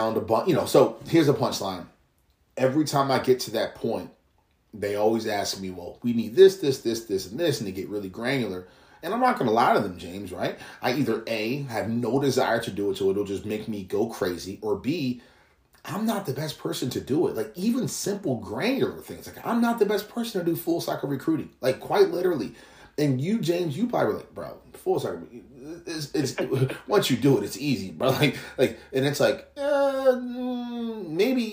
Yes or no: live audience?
no